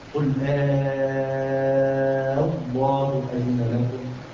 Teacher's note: أن نبدل الهمزة الثانية ألفاً وتمد بمقدار ست حركات مدًا لازماً · Term: الإبدال